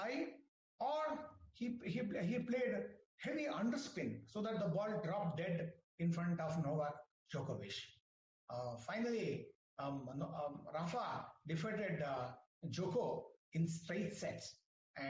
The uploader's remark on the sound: WEBINAR AUDIO RECORDING